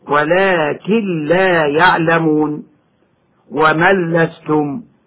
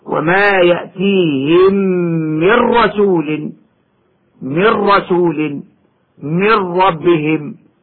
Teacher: وجب إدغام النون الساكنة أو التنوين في اللام أو الراء إدغاما كاملا بغير غنة. مثال وقوع اللام بعد النون الساكنة هكذا: ولكن لا يعلمون، ومن لستم.